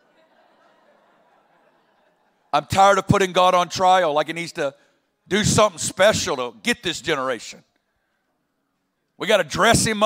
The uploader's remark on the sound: 2021 Burning Ones Convocation - Milwaukee. On opening night of our Convocation in Milwaukee.